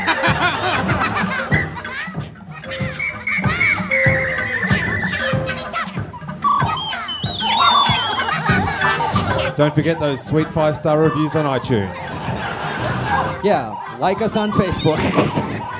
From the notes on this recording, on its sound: Live from Australia. Do a live podcast at Seamus O'Tooles Irish Pub in front of 250 people in Melbourne Australia!